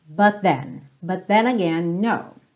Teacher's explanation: você já junta, soa um T só.